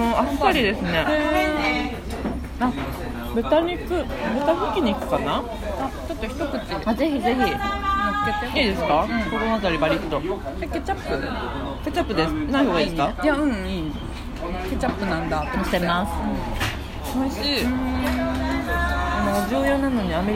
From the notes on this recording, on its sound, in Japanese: 岐阜市内にあります小塩屋という定食屋にて、収録！ごはんをかきこみながらの収録！！！働いてるみなさまの活気と、うんまいごはんと最後はそろばんで計算。